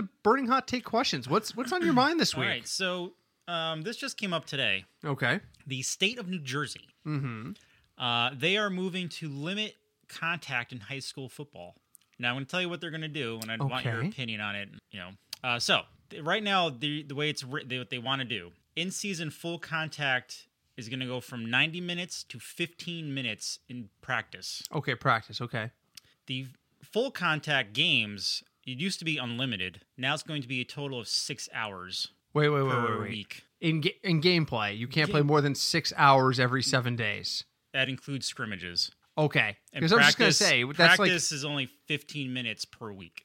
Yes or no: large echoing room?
no